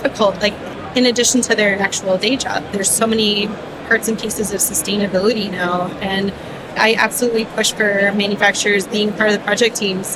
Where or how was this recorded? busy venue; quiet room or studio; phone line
busy venue